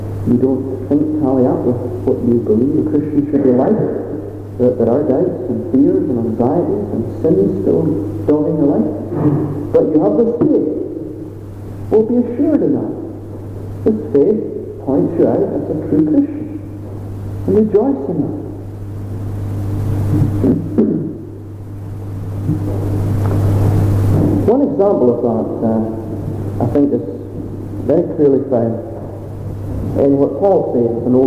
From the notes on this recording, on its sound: Apologies for the sound quality